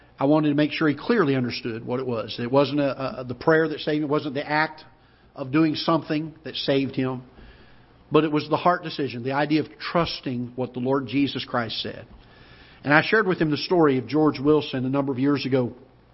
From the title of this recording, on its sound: Ketha Heights Baptist Church ~ Live Broadcast